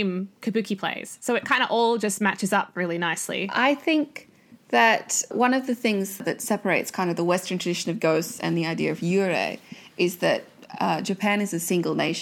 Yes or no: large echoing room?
no